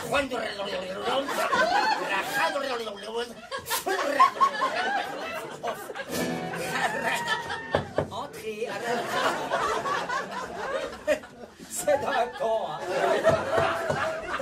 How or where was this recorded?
busy venue